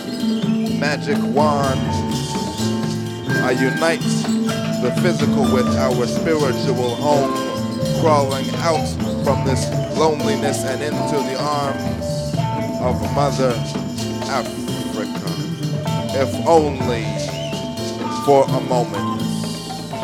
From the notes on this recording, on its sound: recorded at Artists Against Apartheid at La Sala Rossa concert hall in Montreal in May 2008